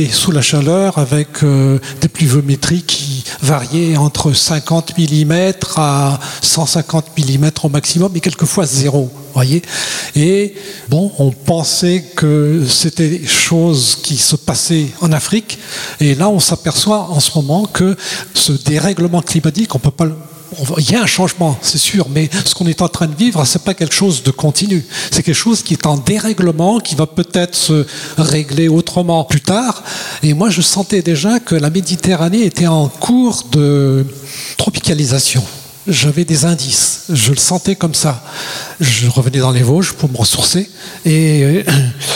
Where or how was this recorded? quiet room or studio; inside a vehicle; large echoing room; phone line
large echoing room